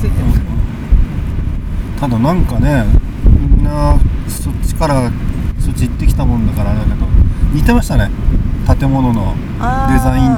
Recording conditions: outdoors